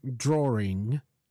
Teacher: you would hear people say drawing, and you would hear the R there, which does not exist. · Term: intrusive R